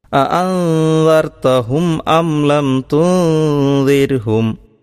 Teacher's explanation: അന്ദർത്തഹും എന്ന് പറഞ്ഞ ആ ഭാഗത്തുള്ള അതേ നിയമം തന്നെയാണ് അംലം തുന്ദിർഹും തുന്ദിർഹും എന്ന് പറയുന്നിടത്തും നമ്മൾ പാലിക്കേണ്ടത്. ആ രണ്ട് സുക്കൂനുള്ള നൂനുകളെയും അവ്യക്തമാക്കി ഓതുന്നതോടൊപ്പം മണിച്ചുകൊണ്ട് ഓതണം. ഇഹ്ഫാ എന്നാണ് ഈ നിയമത്തെ സാധാരണ പറയാറുള്ളത്.